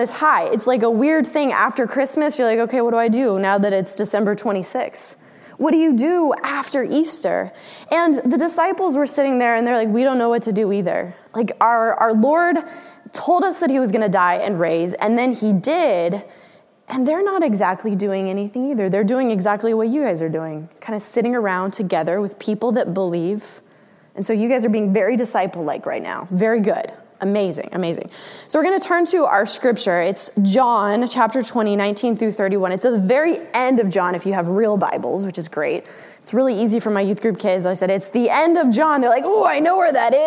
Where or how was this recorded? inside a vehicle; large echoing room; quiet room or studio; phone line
large echoing room